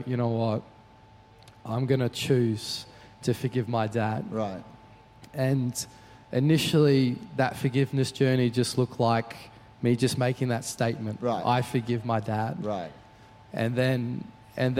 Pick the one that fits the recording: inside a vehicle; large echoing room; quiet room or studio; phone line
large echoing room